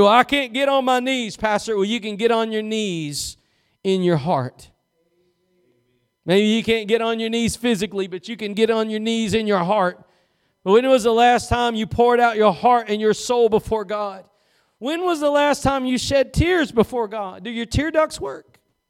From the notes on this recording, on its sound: Preached at Gospel Lighthouse in Bossier City, La.